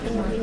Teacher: C'est une consonne alvéolaire battue. Il y a un petit coup de langue.